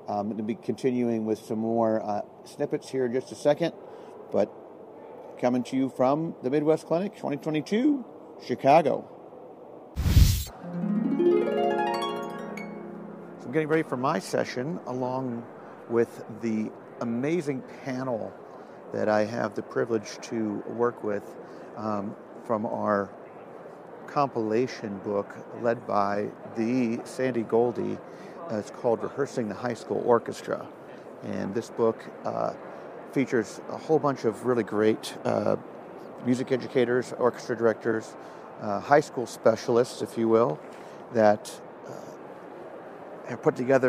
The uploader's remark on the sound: From the 2022 Midwest Clinic. It contains a few short interviews with these educators.